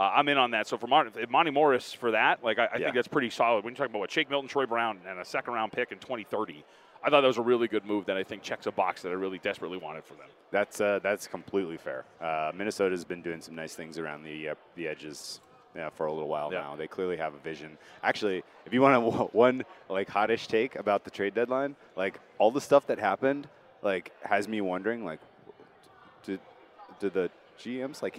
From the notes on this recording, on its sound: live from Super Bowl radio row!